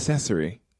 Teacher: So when you get a word like necessary, the stress is on the first syllable.